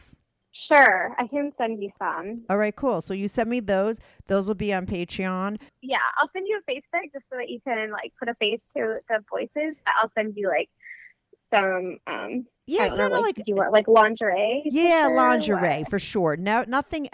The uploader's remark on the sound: she called in to talk all about it